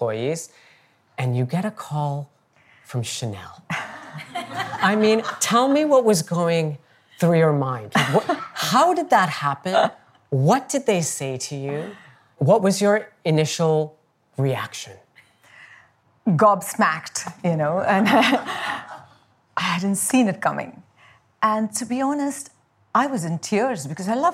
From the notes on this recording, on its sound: Her first public talk. At BoF VOICES 2023.